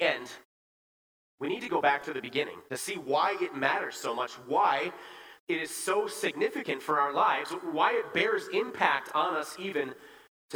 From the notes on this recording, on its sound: Bethany, Appleton, WI. Preached this sermon at Bethany's Sunday worship on November 6, 2022.